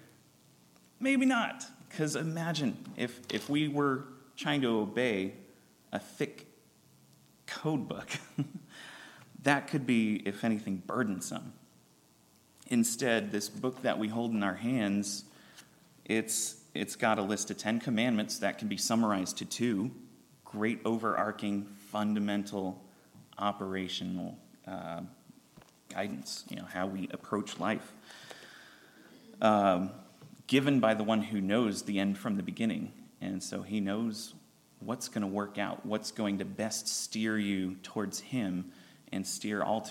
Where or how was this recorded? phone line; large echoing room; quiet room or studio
large echoing room